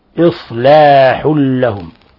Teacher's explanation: عند حفص ليس له إلا ترقيق اللام